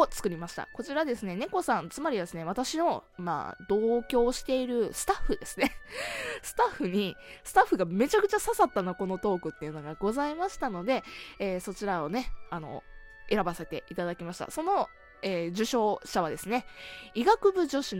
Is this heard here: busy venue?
no